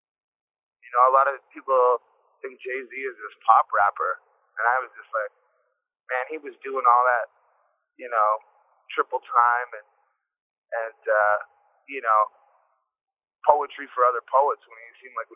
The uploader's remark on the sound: we spoke on the phone